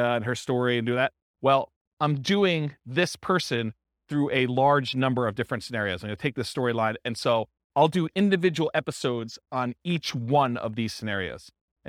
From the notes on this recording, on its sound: This was a live class recorded